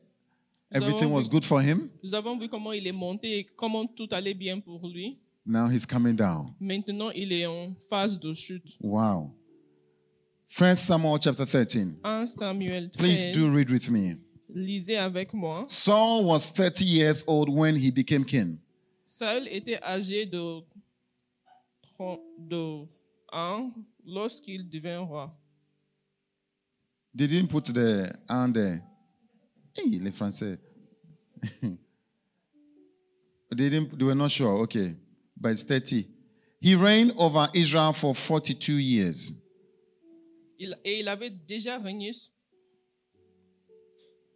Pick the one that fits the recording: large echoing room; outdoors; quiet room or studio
large echoing room